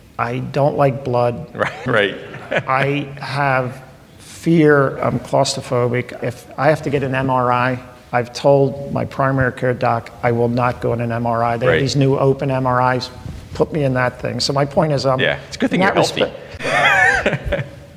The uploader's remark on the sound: We had the pleasure of hosting an intimate conversation. In front of a live studio audience at their state-of-the-art customer experience center, Independence LIVE.